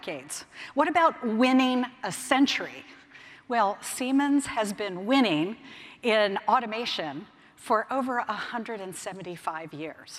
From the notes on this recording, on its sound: keynote speech from May’s Automate conference in Detroit